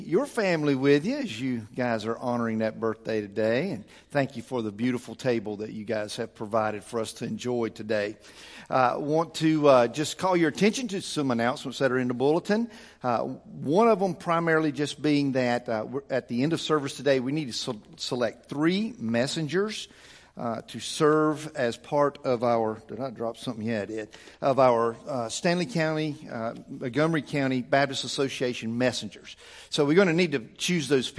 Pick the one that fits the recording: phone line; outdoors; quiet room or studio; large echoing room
large echoing room